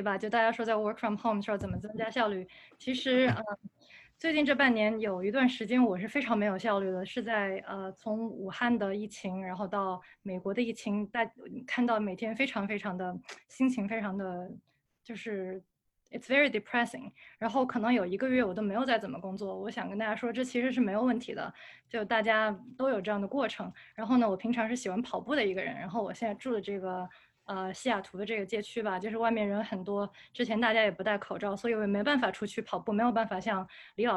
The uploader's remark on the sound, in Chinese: 这期给大家带来了今天夏天我们组织的一场在线活动的录音